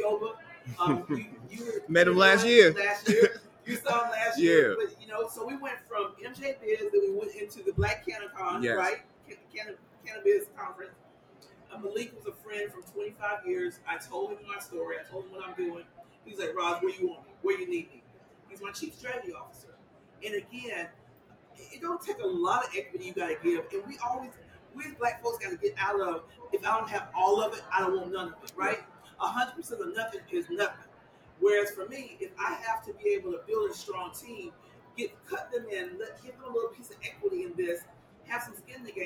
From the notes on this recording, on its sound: Recently, CashColorCannabis was live in Las Vegas for the annual MjBiz Conference. Every year, thousands of people descend onto the city of sin to network, talk shop, and build up brand awareness.